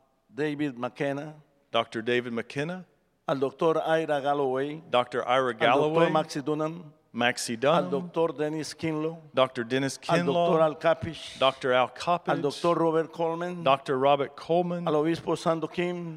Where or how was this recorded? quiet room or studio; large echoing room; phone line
large echoing room